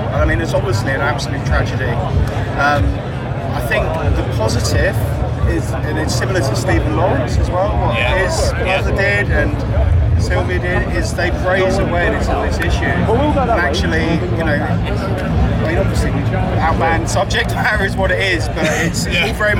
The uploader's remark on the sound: From our 'Live from Bloodstock Festival 2022' series. Their set at the festival.